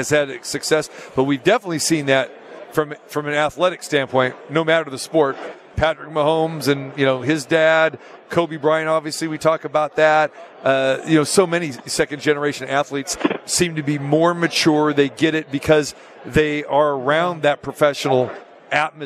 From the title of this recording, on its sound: Live from Radio Row Super Bowl 58